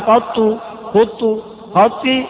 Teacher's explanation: والمعنى أن قط يجوز تخفيفها بتسكين طائها وضمه دون تشديد